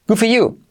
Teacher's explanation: Si lo dice rápido, fíjate que la D casi ni se dice